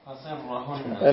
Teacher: بكسر الصاد. وشد الراء المفتوحة